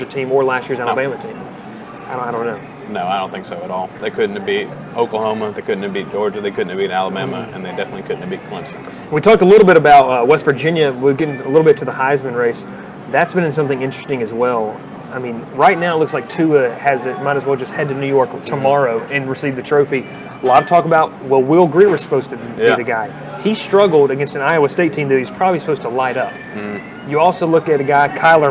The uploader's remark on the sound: Live from Moe's BBQ in Rome, GA